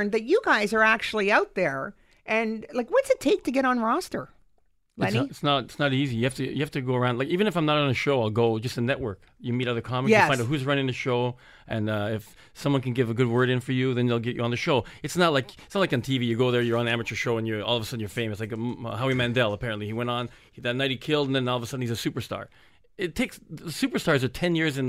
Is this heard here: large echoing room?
no